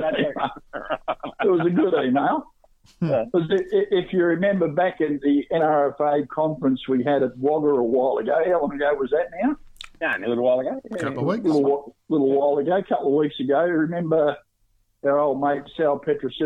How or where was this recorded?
phone line